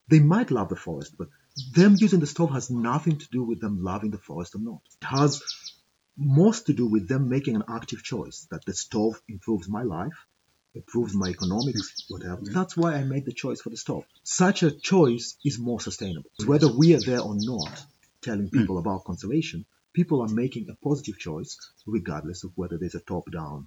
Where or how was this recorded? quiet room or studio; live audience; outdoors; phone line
outdoors